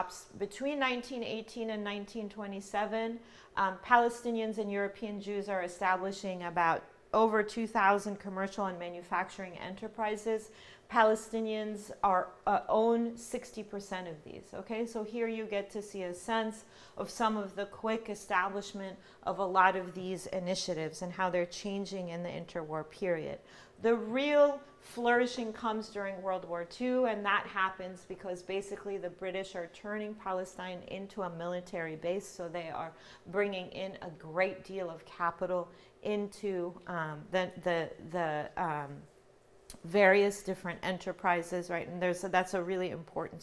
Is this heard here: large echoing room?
yes